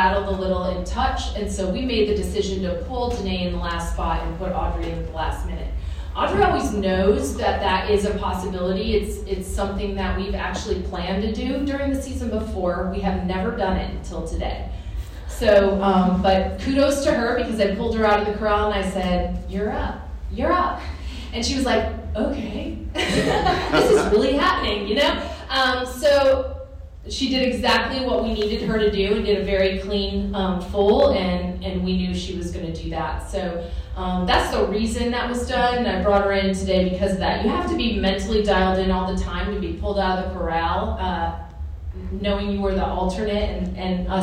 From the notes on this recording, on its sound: I share sounds and observations from the 2022 NCAA Women's Gymnastics Championships from Fort Worth, Texas.